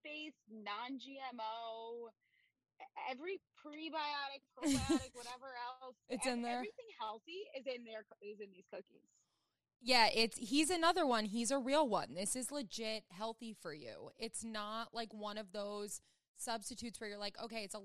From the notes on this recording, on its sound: joins us live from a yellow cab